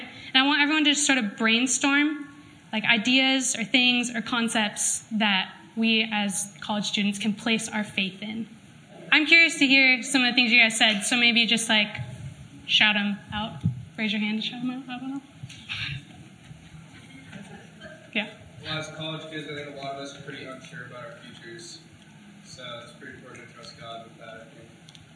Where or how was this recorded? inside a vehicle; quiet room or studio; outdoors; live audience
live audience